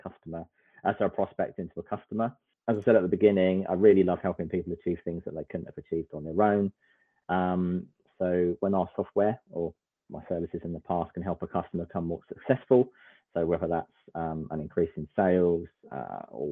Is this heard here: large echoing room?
no